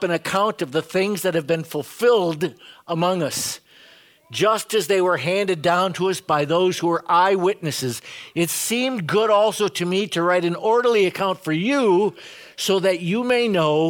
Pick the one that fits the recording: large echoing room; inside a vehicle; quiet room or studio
large echoing room